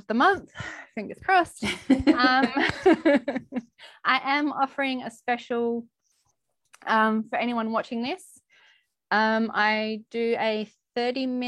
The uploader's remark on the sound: This is a replay from the Live Aussie Mums' Mental Health Virtual Event